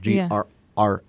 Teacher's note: hard to say because you have that glottal stop in the middle